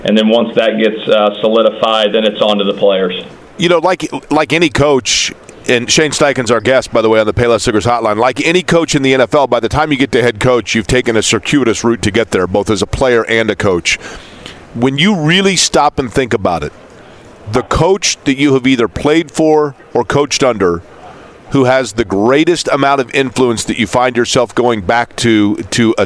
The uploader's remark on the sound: live at the Combine